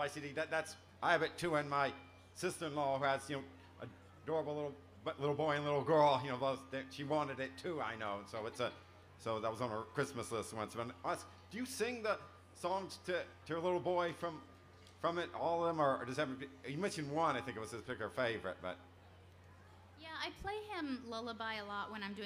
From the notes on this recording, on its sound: 2012 Library of Congress National Book Festival